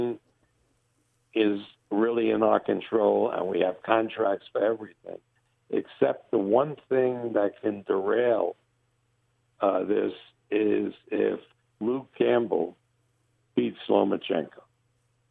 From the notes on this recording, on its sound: We start the week off with a telephone call